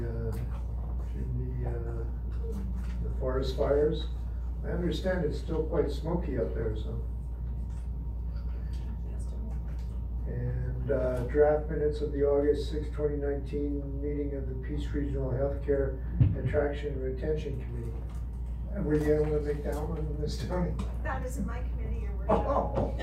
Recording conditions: large echoing room